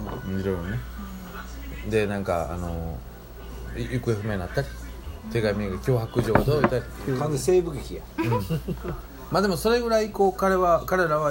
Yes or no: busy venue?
yes